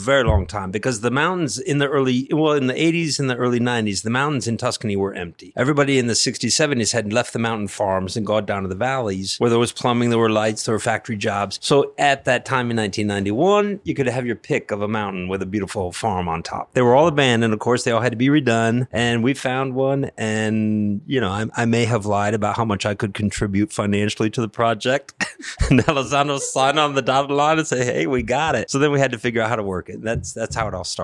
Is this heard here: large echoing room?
no